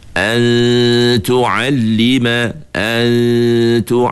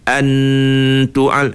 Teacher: Masa antu'a itu ujung lidah jangan sentuh. Cuma dekat saja. · Shown in: first take · Term: ikhfa